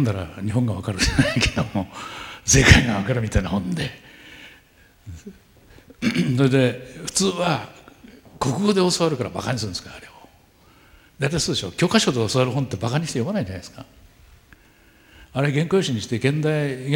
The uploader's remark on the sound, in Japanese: １回限りの公開授業。TOKYO FM ホール。